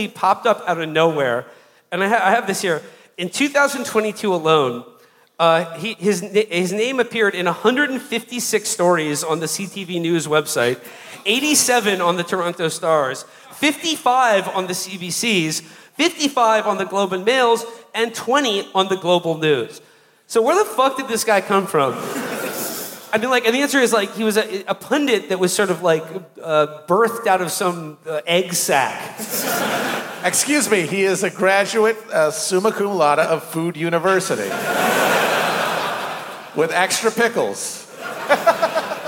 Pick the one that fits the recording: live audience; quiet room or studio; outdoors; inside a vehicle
live audience